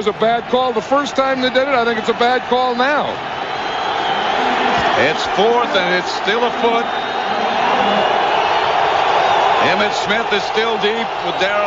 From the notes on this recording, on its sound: LIVE In Sea Isle. With the WIP Morning Show.